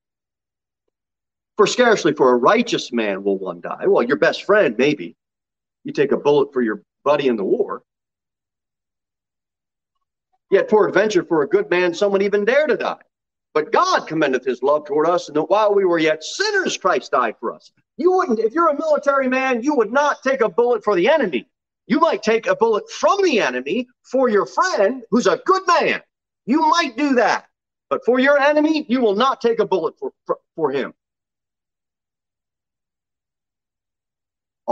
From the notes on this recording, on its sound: Sermon delivered at Pilgrim Baptist Church on Thursday, July 21, 2022 at 6:15 pm. Jere Whitson Rd.